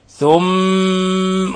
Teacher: هذا الميم حرف غن مشدد لأنها فيها تشديد، فيسمى حرف غن مشدد، يعطى غن مقدارها حركتين. ثم توليتم، لا نقول ثم توليتم، ثم توليتم لا، بل نقول ثم، ولاحظوا إطباق الشفتين ولاحظوا الغنة من الخشوم، ثم توليتم من بعد ذلك.